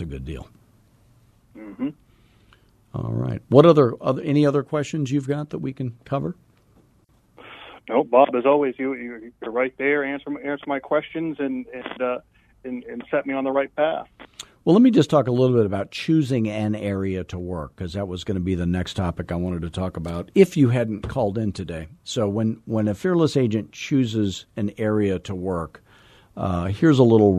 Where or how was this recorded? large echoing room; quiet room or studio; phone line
phone line